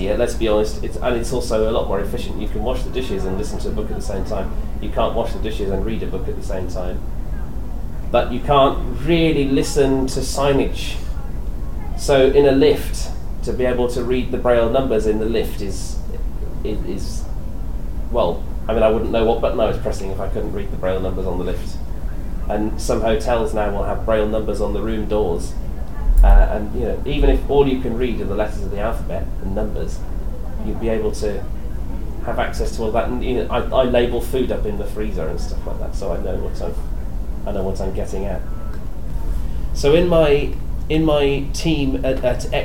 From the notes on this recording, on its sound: The content that we recorded at the recent Sight Village South East exhibition. This episode features the last of the content that we recorded at the recent Sight Village South East exhibition. A seminar from the Braillists Foundation.